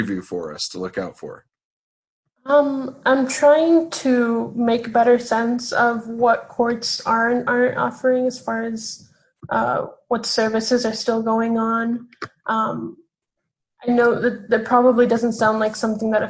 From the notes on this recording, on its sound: sitting down over Zoom